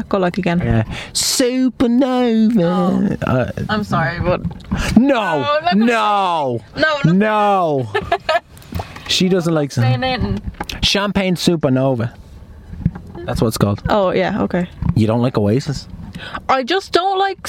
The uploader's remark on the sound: When two hyped up adults are sitting in a car outside Starbucks.